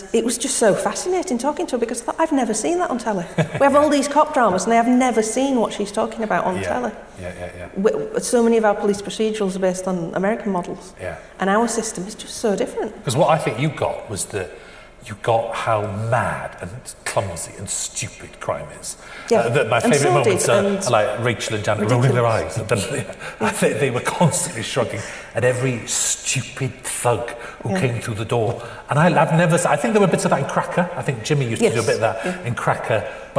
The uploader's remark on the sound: sessions from this year's Edinburgh International Television Festival